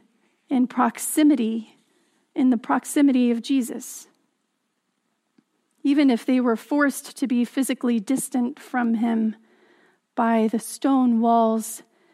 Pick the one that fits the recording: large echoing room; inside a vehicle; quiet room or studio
large echoing room